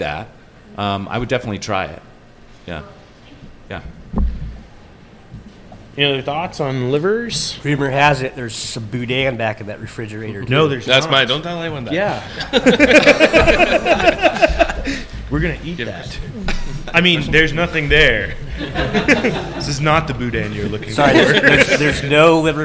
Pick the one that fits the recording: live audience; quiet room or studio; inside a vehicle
live audience